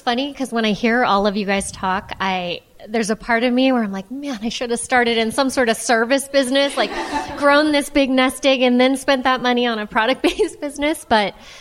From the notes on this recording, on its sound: From our first live LIBERTY Sessions in Los Angeles.